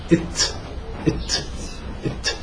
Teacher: تظهر عند صوت الهمس، لأن عندما نفلت التاء وتظهر همسة التاء إذا ظهر فيها الصوت فيه صفرة السين فبيكون التاء خرجت من غير مخرجها